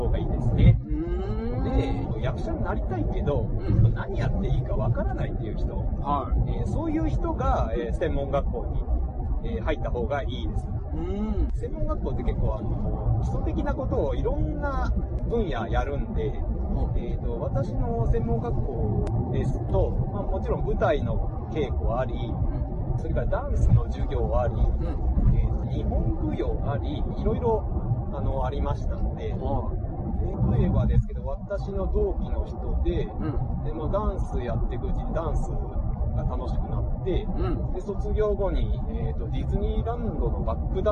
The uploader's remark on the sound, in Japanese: 音質悪いです。